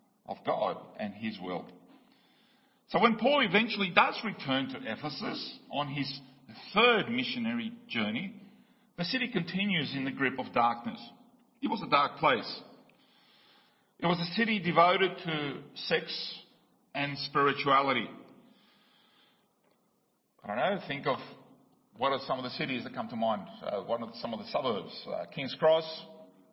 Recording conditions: large echoing room